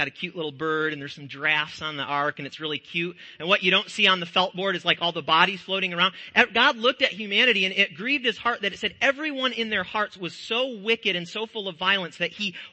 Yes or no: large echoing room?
yes